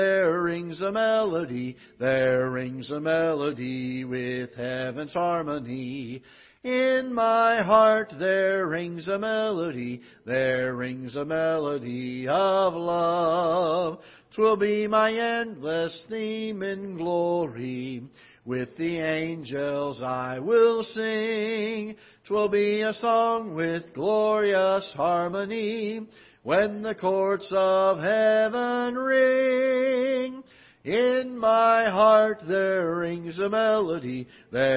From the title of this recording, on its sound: Ketha Heights Baptist Church ~ Live Broadcast